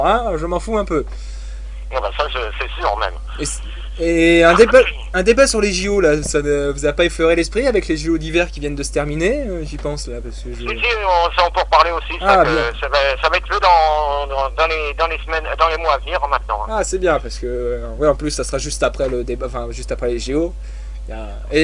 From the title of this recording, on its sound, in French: en Prive au Telephone